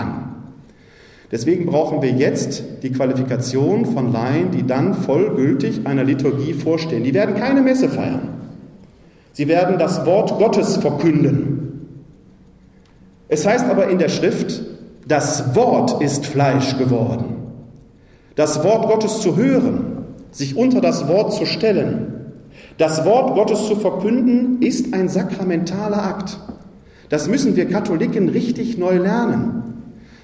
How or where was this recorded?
live audience